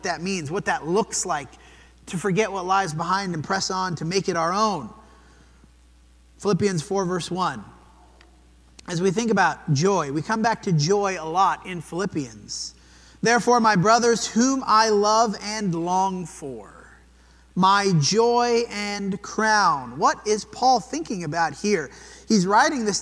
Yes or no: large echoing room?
yes